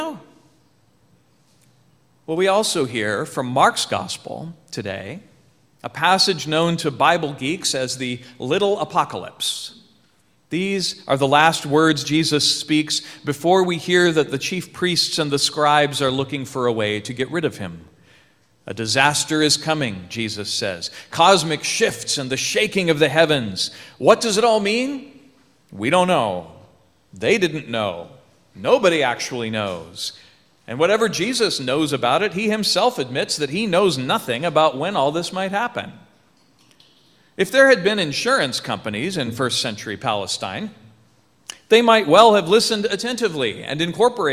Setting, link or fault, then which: setting, large echoing room